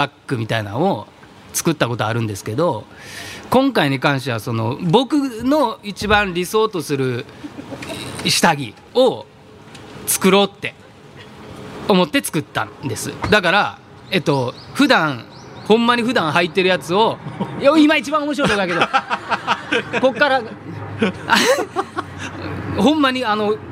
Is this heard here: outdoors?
yes